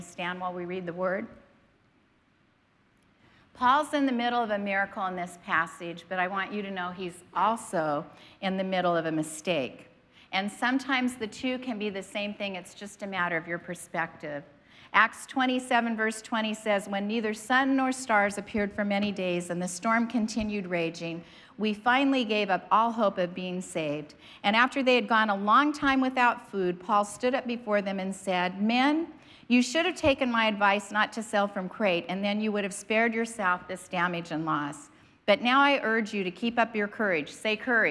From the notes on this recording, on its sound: was preached on March 27th at the 10AM service.